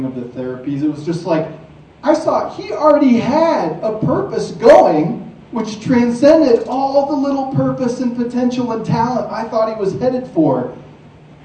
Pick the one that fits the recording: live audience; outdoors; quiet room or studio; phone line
live audience